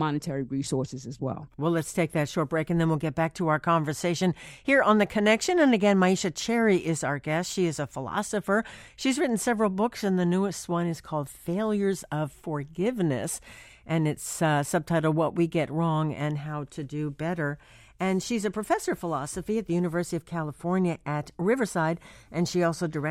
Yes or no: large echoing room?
no